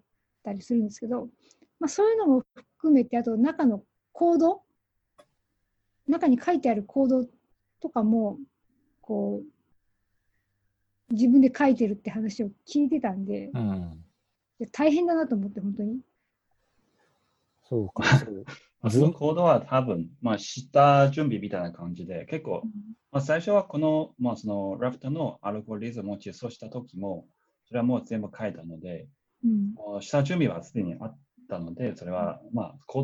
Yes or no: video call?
yes